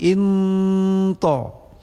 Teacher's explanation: nun mati bertemu ta dengan ikhfa tersembunyi samar-samar bunyi nun mati. Inna ta menjadi inta.